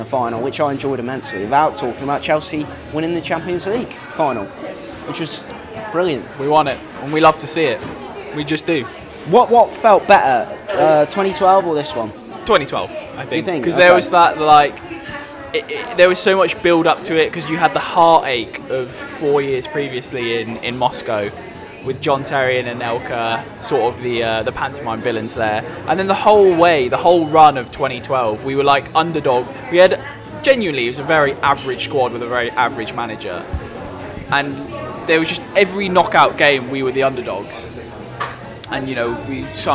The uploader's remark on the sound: they chose to record in a Las Iguanas on the South Bank